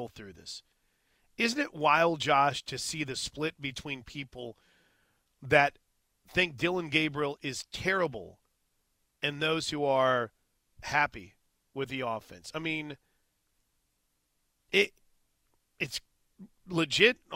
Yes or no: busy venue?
no